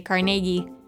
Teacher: with a bigger emphasis on the middle syllable